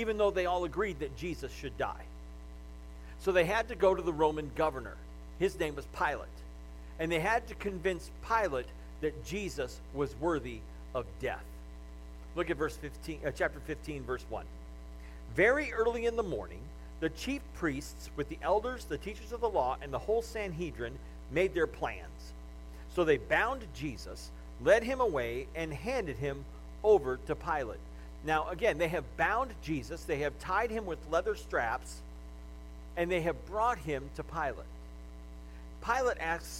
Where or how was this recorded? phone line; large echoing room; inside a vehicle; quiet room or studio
large echoing room